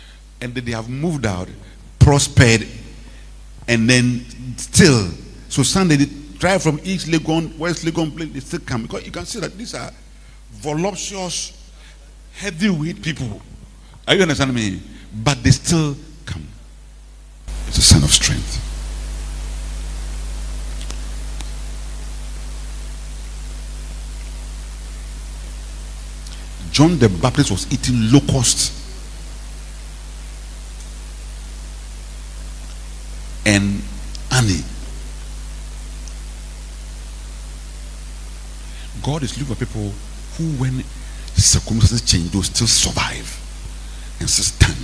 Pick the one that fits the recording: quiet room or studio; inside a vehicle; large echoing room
large echoing room